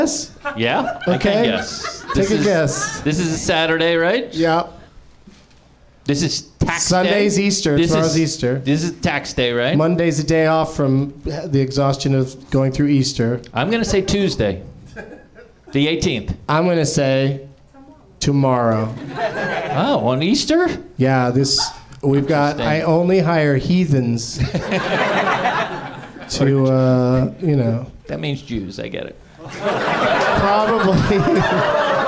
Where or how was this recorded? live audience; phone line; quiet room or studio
live audience